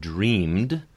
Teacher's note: the E-D ending is pronounced with a voiced sound because it's following a voiced consonant, the M in this case